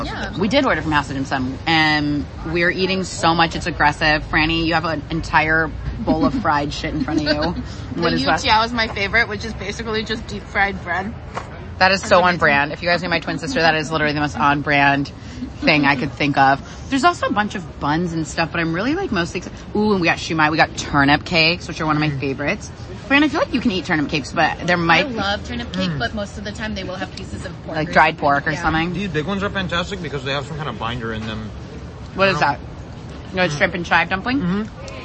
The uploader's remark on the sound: Coming at you live from the bustling streets of San Francisco’s Chinatown! House of Dim Sum : 735 Jackson St, San Francisco, CA 94133.